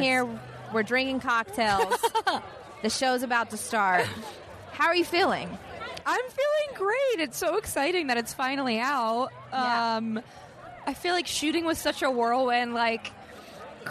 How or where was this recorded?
busy venue